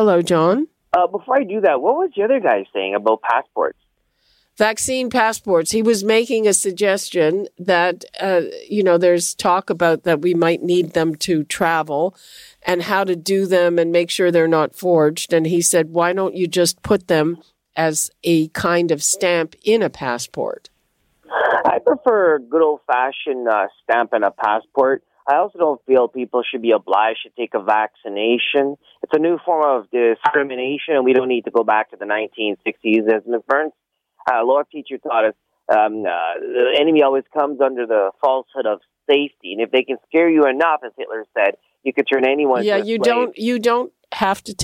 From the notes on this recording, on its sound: Listeners call in with their opinions on the biggest stories of the week.